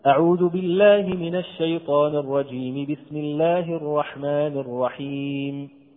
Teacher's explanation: وصل الأول بالثاني بدون تنفس ثم أول السورة، نقول أعوذ بالله من الشيطان الرجيم بسم الله الرحمن الرحيم يا أيها المزمل، هكذا.